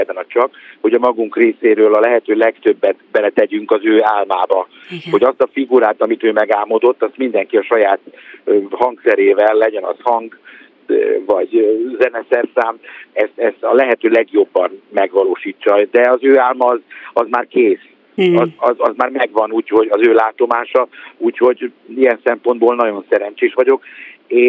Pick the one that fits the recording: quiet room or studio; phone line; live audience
phone line